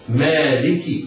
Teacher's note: الميم حرف مرقق بعدها ألف صغيرة، بعدها مدها مد طبيعي بمقدار 2 حركات هكذا مالك. اللام مكسورة مرققة، الكاف مكسورة، وهنا أقول على القارئ ولا سيما الأئمة أن يحترزوا من تسكين الكاف أو المبالغة في كسرها، لأن التسكين لحن جلي والمبالغة في تسكينها ينشأ عنه ياء وهذا خطأ فاحش.